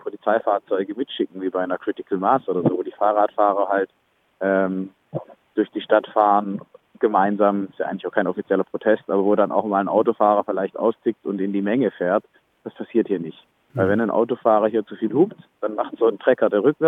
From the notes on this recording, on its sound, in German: Am Europaparkstadion in Freiburg. Berichtet im Telefongespräch live.